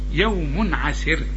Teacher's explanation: عسر الراء هنا مرققة عند الوقف، ولازم حنوقف لأن دي في نهاية آية، لكن عند الوصل مضمومة بقى مفخمة.